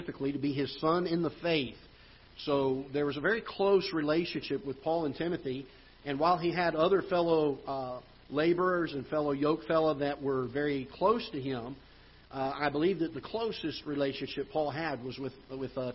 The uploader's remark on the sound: Ketha Heights Baptist Church ~ Live Broadcast